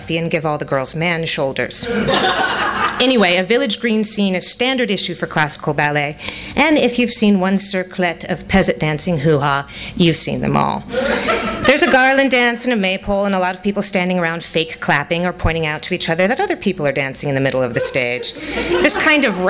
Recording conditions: live audience